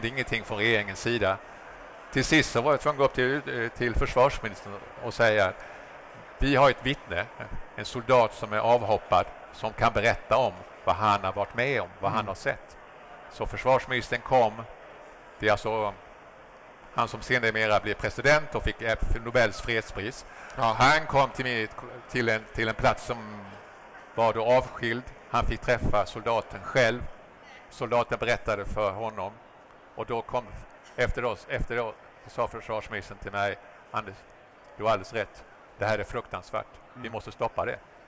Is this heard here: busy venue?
yes